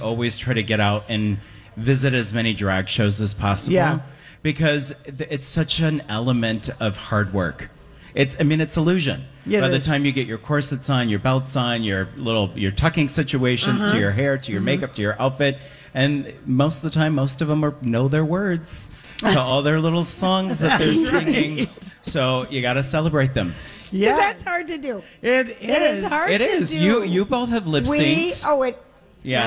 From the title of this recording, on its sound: Live from Gay 90s